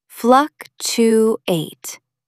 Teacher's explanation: Put the stress on the first syllable.